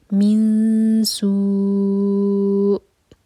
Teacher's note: اگر ہم یہاں رکیں گے تو ہم رکیں گے اس طرح من سو، تو جیسے سانس رکنے کی آواز جو حمزہ کا مخرج ہے کٹ آف ساؤنڈ وہ کلیئر آنا چاہیے